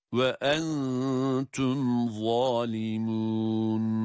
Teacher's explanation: Za kalın peltek ve meddi tabiiyle